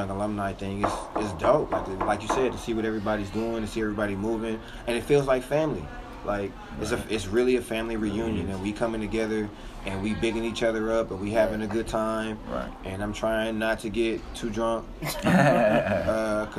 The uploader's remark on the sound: In this episode we are coming live from New Orleans at Xavier University of Louisiana’s homecoming.